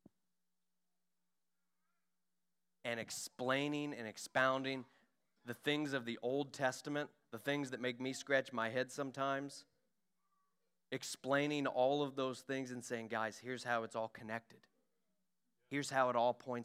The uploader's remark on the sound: During our Sunday morning gathering on April 23, 2023. We are an Apostolic, Pentecostal church located in Poplar Bluff, Missouri.